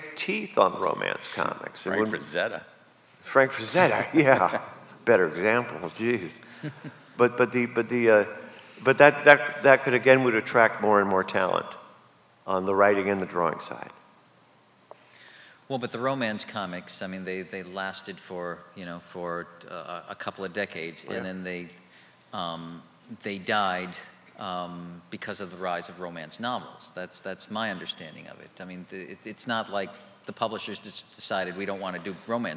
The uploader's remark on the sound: a very rare appearance at the Toronto FanExpo Q&A Panel